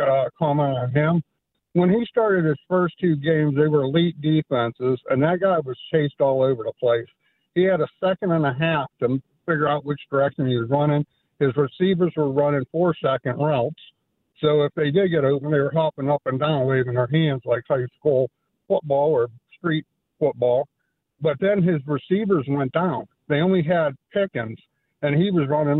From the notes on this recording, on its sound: Callers want to discuss